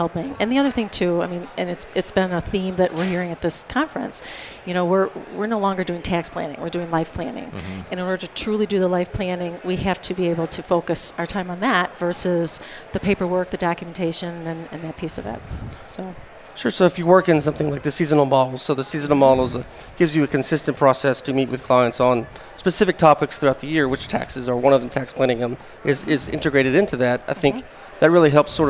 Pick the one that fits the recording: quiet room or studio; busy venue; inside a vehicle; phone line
busy venue